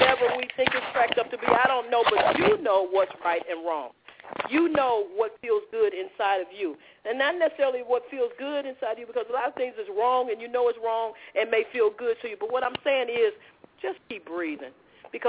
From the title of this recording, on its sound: Opens Up The Phone Lines